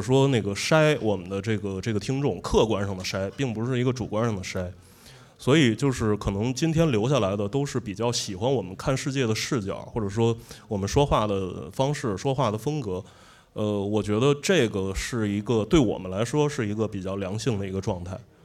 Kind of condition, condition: setting, busy venue